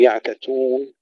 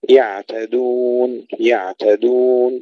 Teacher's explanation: ننتبه في كلمة يعتدون وأمثالها إلى فصل التاء عن الدال · Shown in: second take · لا نقول يعتتون ولا نقول يعددون، يعتدون يعتدون، نميز التاء، من الدال.